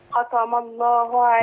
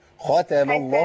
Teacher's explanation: انت فخمت التاء ابدلتيها بطاء · Shown in: first take